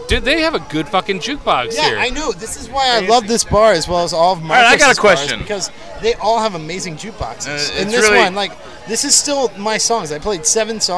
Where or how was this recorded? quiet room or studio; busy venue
busy venue